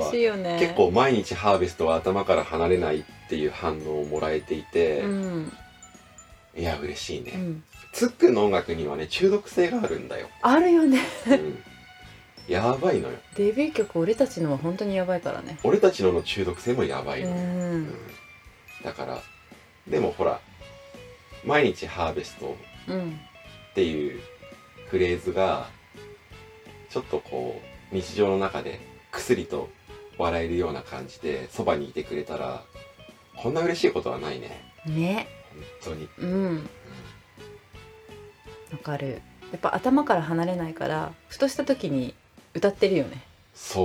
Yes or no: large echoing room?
no